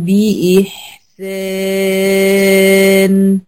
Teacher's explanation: هتم كسرة الهمزة بتاعت بإحسان، واقف على نون ساكنة زمن التوسط